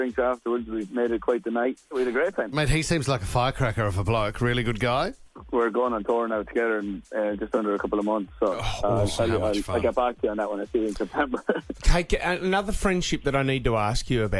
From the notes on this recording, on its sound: phoned into the show